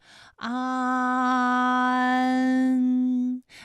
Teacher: 呢是前鼻音，有前鼻韵母 an。好，那么关于带 an 的前鼻韵母啊，我们再放到一起对照，再来看一看它们的发音要领。首先，an 发音的时候呢，起点元音是前低不圆唇元音啊，舌尖抵住下齿背，舌位降到最低，软腭上升，关闭鼻腔通路啊。那我们从前啊开始，舌面升高，舌面的前部抵住硬腭的前部，当两者将要接触的时候，软腭下降，打开鼻腔通路，紧接着舌面前部与硬腭的前部闭合，使在口腔受到阻碍的气流从鼻腔里透出，口型由开到合，舌位移动比较大